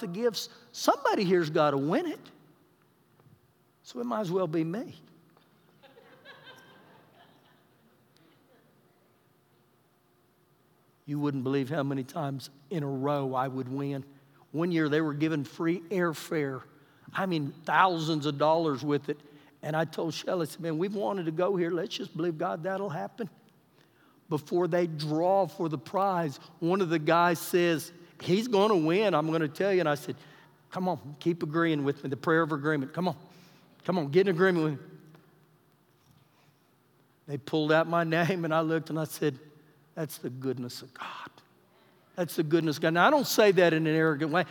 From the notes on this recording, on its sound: Recorded live during our Wednesday night service.